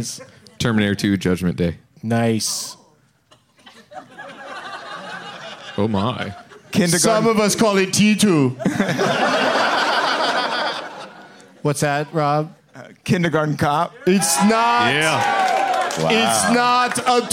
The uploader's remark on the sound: Live from the Punch Line in Sacramento